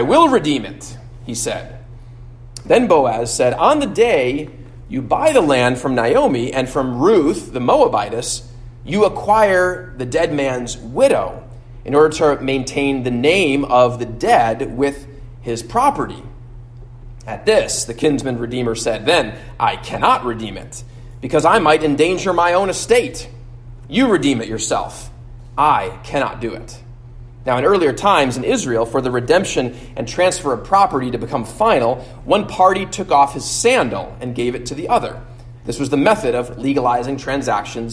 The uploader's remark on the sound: at Immanuel Lutheran Church in Pasadena, CA